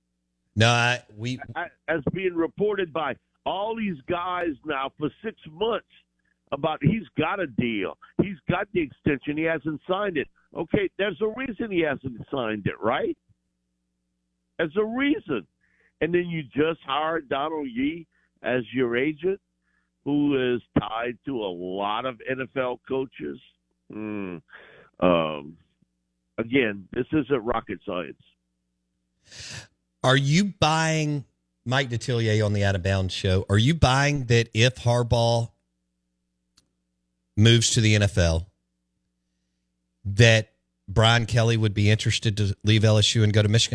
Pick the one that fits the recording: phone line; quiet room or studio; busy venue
phone line